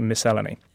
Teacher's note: I stress the second syllable, which is a tongue twister for anyone else